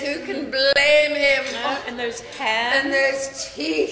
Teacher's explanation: the syllables get drawn out, like the way you say eyes, blame, even teeth in this clip